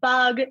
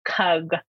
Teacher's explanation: There's also backing, which is the opposite of that, where instead of making speech sounds in the front of your mouth, you're making all your speech sounds in the back of your mouth · Shown in: second take · So instead of saying bug, you might want to say cug.